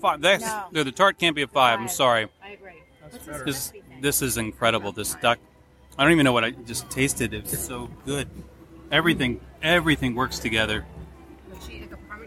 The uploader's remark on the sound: Walk and share with us as we wander and taste our way LIVE through the entire 2020 Epcot International Flower and Garden Festival. We explore each of the locations throughout Future World and World Showcase.